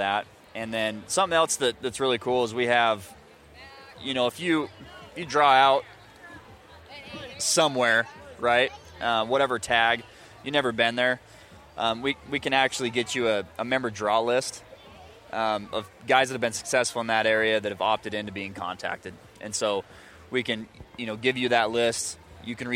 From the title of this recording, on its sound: at the International Sportsman's Expo